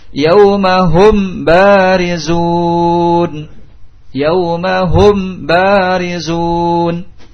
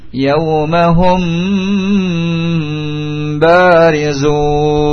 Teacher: Ya, tidak dibaca dengan idgham, tetapi dibaca pertengahan antara izhar dengan idgham ikhfa · Shown in: second take · Yaumahum barizun, dengan ditahan dua harakat. · Term: ikhfa syafawi